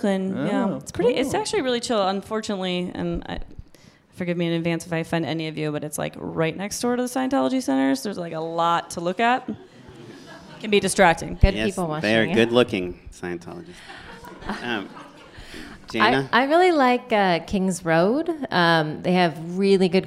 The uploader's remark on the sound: We're back with another live panel event.